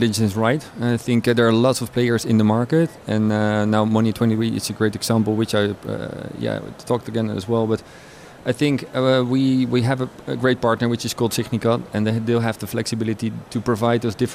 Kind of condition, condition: setting, busy venue